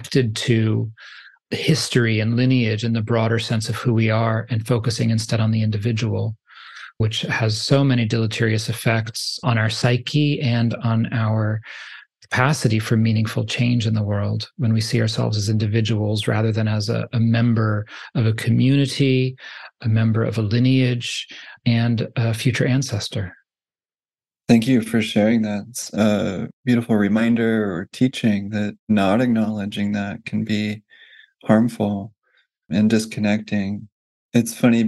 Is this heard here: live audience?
no